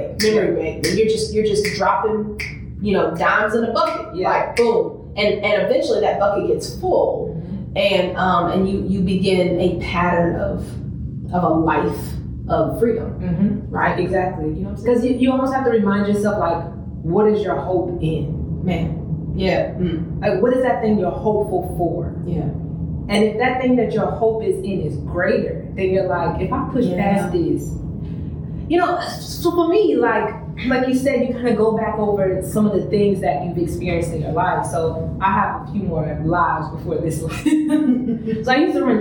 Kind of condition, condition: fault, poor microphone